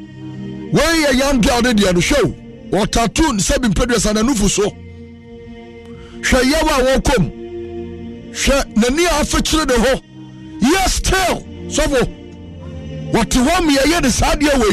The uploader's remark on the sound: Live worship/prayers